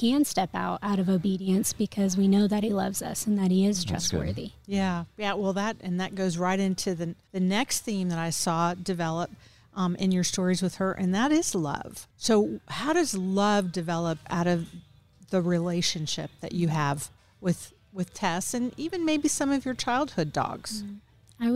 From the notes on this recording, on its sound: Recorded at Wheelers Western Outfitters